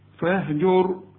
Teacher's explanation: شوف الراء هنا بقى فخمناه. طب ليه فخمناه؟ قبلها مضموم